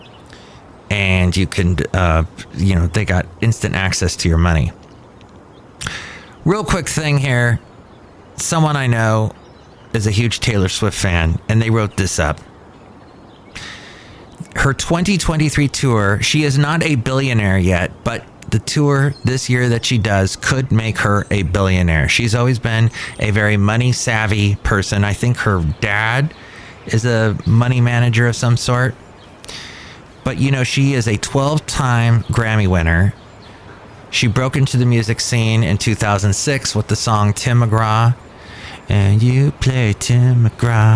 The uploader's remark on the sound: podcasts live from Cafe Anyway